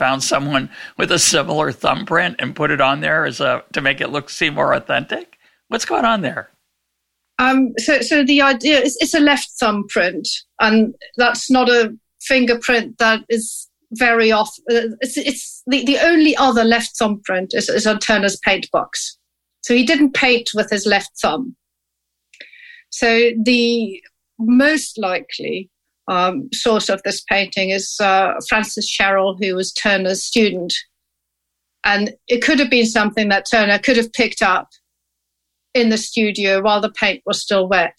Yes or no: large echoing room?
no